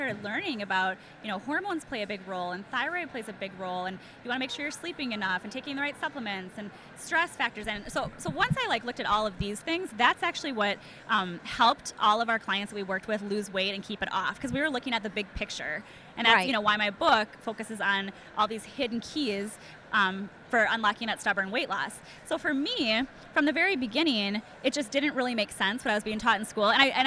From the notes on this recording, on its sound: This first episode was recorded live at the 2018 Paleof(x) Conference in Austin, TX.